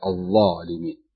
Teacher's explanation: أما الظالمين ستجد حتى في طريقة النطق يرتفع اللسان إذا نطق بها · Term: التفخيم